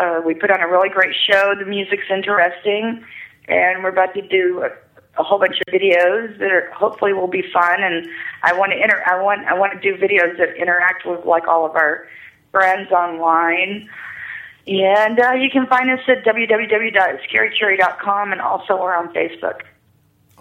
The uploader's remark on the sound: 1 Year Anniversary Call in Show!